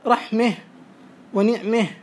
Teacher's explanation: وقد يمال الفتح قبل التاء، فتمال الفتحة قبل تاء التأنيث، وذلك في الوقف خاصة · Term: الإمالة